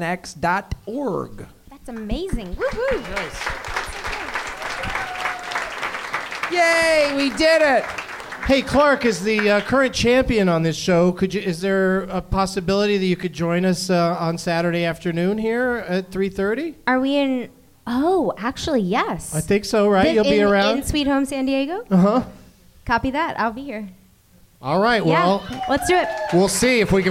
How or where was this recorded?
live audience